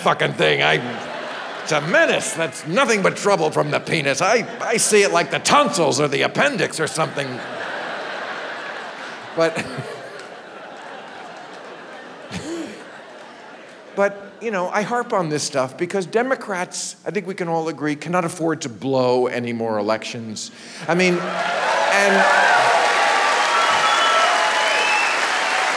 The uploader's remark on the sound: Live from Oklahoma